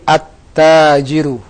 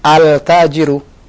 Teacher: manakala kita bubuhi alif lam, maka lamnya hilang, masuk ke huruf setelahnya · Shown in: first take · Seperti misalnya at-tajiru, asalnya tajirun, ketika kita bubuhi alif lam menjadi at-tajiru, bukan al-tajiru.